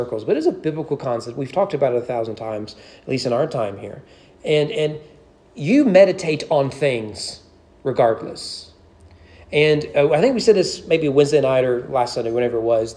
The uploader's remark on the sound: Sermon preached at East Frankfort Baptist Church on January 7, 2024 during evening worship.